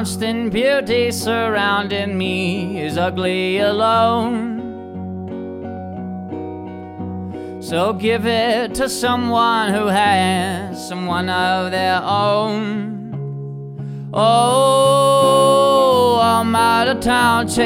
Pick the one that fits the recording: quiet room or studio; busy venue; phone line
busy venue